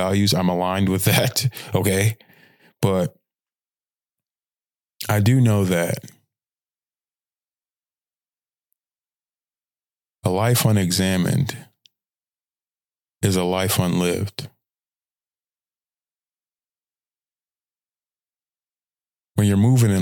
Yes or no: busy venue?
no